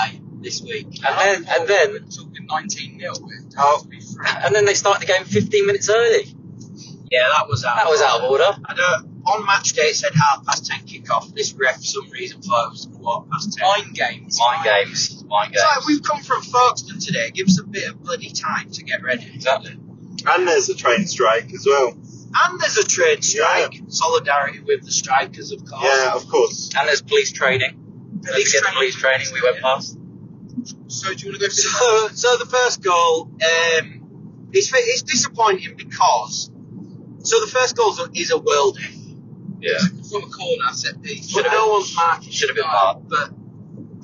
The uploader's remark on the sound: Sorry about the sound quality, this pod took place on the M20. In Tonbridge.